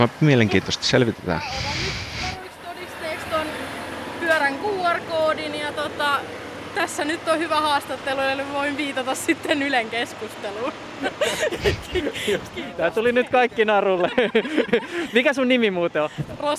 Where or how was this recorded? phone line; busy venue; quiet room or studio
busy venue